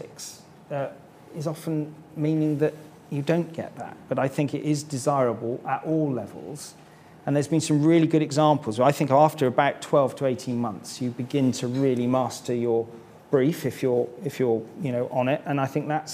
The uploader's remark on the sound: For a keynote speech at Government 2024, the IfG’s annual conference with Grant Thornton UK LLP.